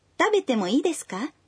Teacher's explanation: Если вы спрашиваете разрешение, вы добавляете частицу «ка» в конце такого предложения и произносите его, повышая интонацию.